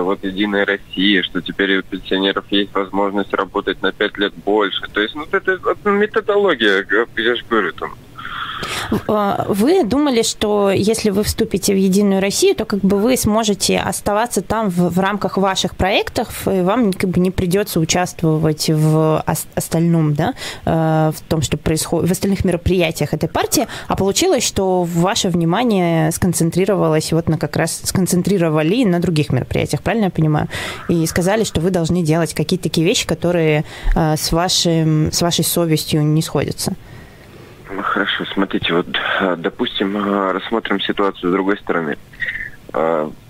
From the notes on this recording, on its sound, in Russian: По телефону